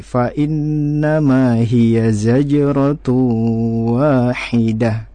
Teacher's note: di situ ada tanwin atau dhammatain bertemu dengan waw, maka bacaan kita harus didengungkan ya. Setelah itu ada waw wa, di depannya ada alif, maka harus dipanjangkan dua harokat lagi.